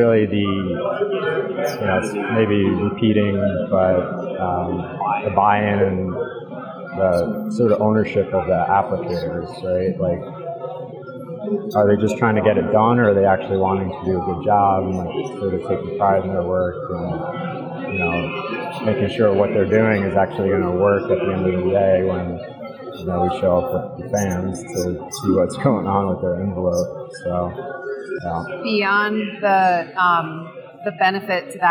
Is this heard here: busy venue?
yes